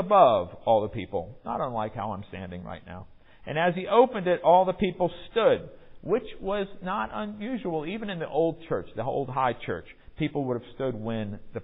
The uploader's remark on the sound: Recorded in the MPPC sanctuary on Sunday, January 23, 2022